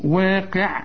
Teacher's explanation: والقاف اخر درجات التفخيم، واقع والعين دائما مرقق.